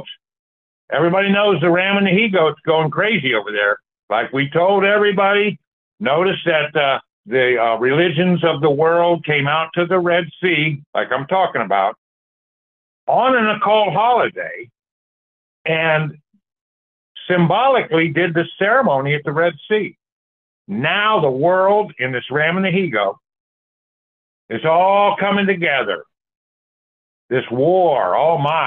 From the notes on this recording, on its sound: The 1611 King James Bible Prophecy Church. Call In Bible Study.